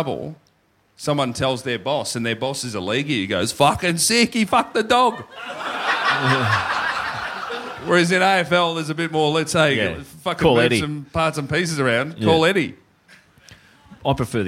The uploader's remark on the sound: LIVE IN SYDNEY